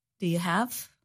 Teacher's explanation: The word you becomes reduced to the sound ya.